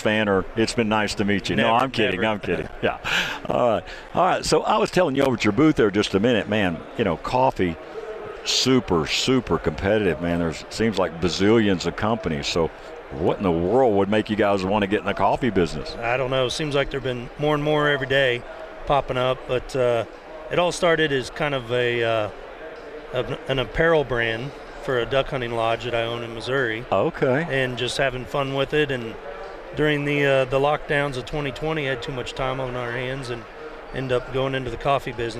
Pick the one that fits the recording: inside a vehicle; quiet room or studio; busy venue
busy venue